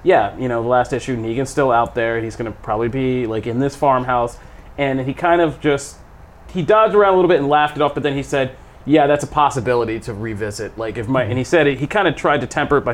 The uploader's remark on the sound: Live from San Diego Comic-Con for a Day 1 recap!